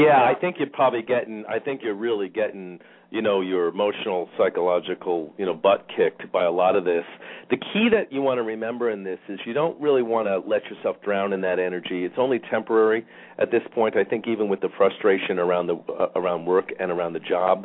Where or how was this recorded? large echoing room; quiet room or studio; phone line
phone line